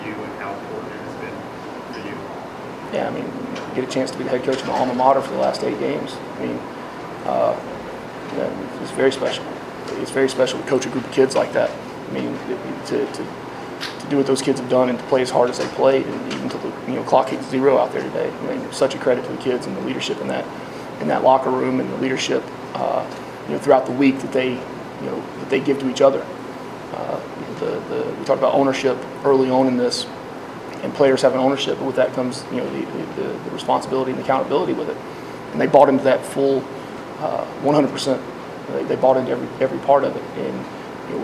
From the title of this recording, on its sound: postgame press conference